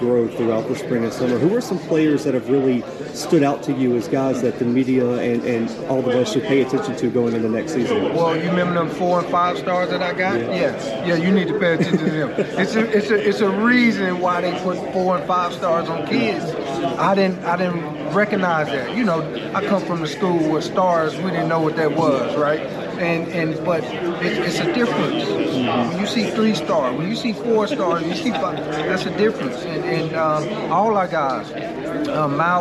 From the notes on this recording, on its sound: 2022 Big South Media Day. The Bluebloods are live from Big South Media Day in Charlotte, NC.